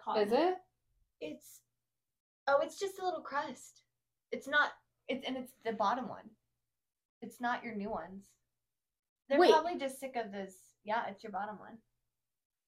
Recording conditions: poor sound quality